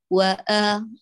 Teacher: وآ مفتوحة مجهورة، لا تهمسي